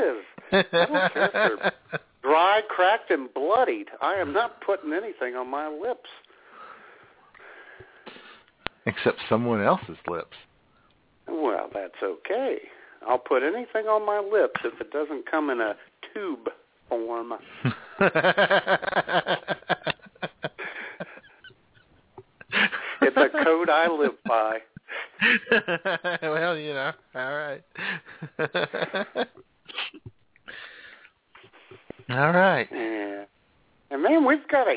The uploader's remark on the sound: Your phone calls as IWS Radio ushers in an early Spring by spreading the fertilizer of funny onto the front lawn of Blog Talk Radio.